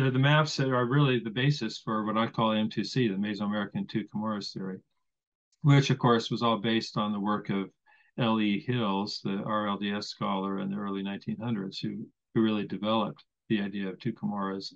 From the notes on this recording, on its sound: I want to thank him for helping salvage this interview with the added b-roll. I had major issues with zoom and it all ended working out in the end!